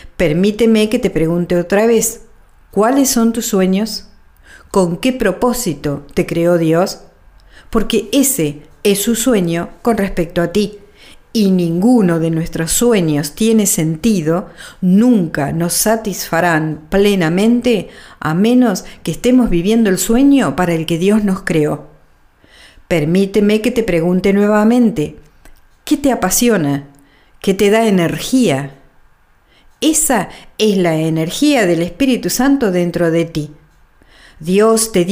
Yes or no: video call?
no